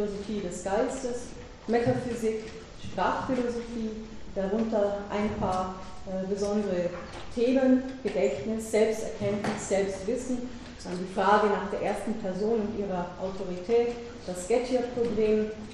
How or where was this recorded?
large echoing room